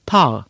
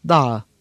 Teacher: eski Türkçe'de kelime başındaki T'ler sonradan Batı Türkçesinde yerlerini D'ye bırakmışlardır · Term: ses değişikliği